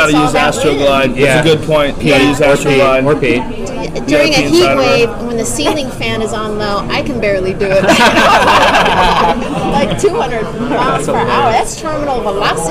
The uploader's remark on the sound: LIVE FROM THE ICEHOUSE